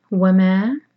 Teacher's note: مد منفصل ہے، چار حرکت کھینچیں گے